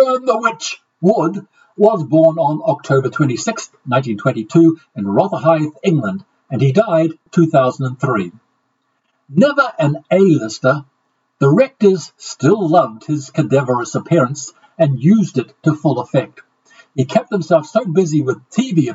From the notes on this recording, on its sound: My apologies for the sound quality of all the episodes this week. There was an equipment failure and, after recording each episode three times to try and fix the issue I was left with the option of pausing production or stitching together the best takes.